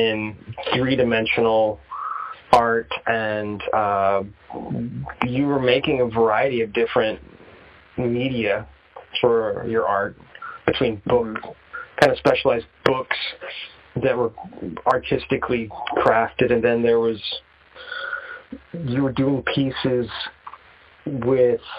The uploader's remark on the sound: I check-in via phone call